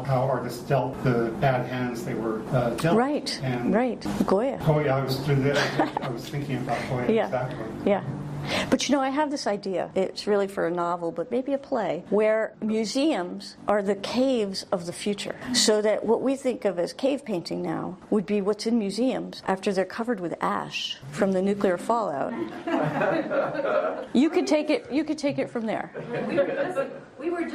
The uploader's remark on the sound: Produced by Jennifer Baahng Gallery. Recorded live on Saturday, October 8, 2022, at 2 pm. Solo exhibition at Jennifer Baahng Gallery in New York.